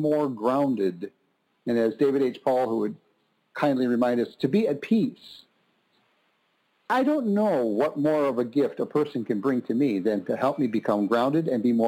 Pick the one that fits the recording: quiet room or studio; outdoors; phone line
phone line